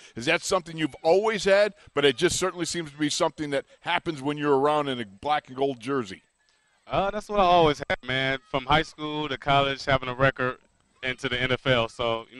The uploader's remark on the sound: ITL Live from Steelers Camp Day 14.